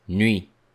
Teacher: Notice that we don't pronounce the letter T.